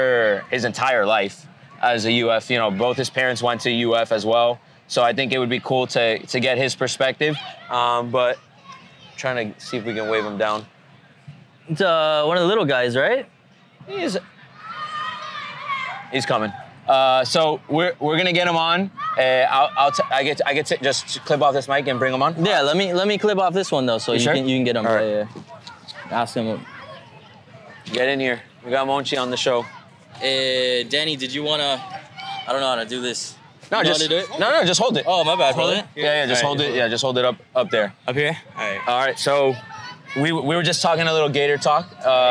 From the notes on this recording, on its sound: Takes on the Swamp for its first ever LIVE experience capturing Gator Growl in Gainesville, FL. Sit live in the middle of the Gator Growl Tailgate Experience.